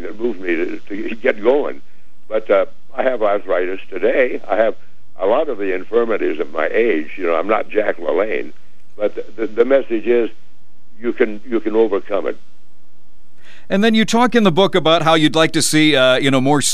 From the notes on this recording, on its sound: Give me a call for a fun chat.